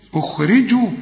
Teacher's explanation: الراء هنا مرققة ومكسورة